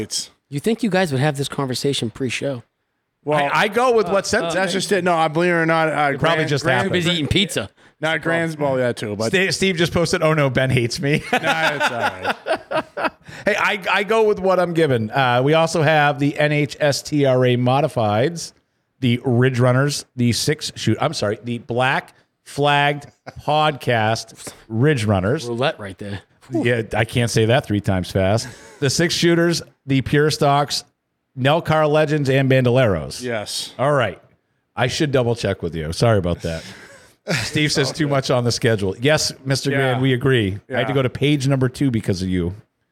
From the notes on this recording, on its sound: Live Show